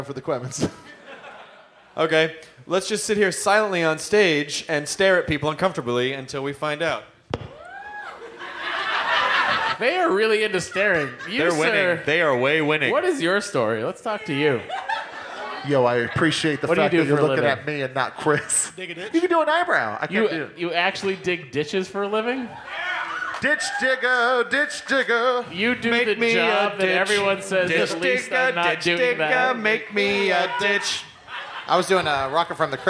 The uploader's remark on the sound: Live from Fitzgerald's in Houston, Texas. Talk to a teacher audience member.